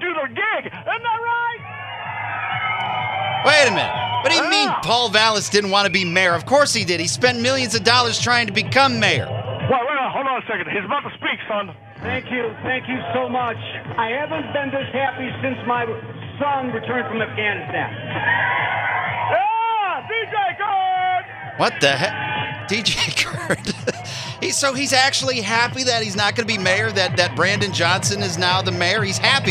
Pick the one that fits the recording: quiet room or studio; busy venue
busy venue